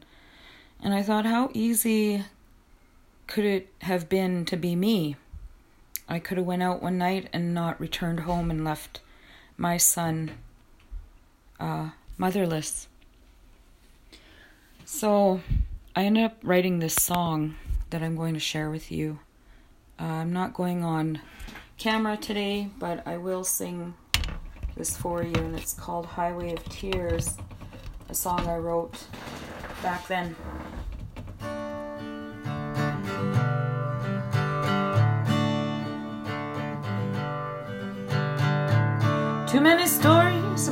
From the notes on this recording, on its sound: I recorded this just in my home, on my cell phone